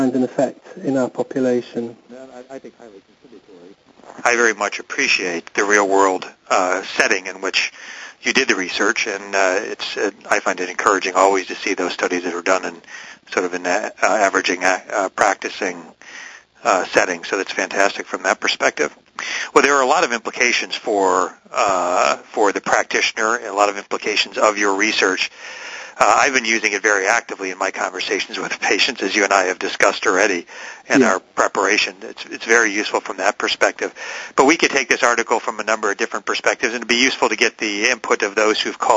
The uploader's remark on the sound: Author in the Room® Teleconference